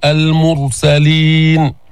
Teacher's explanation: فخم الراء سكنت وضم ما قبلها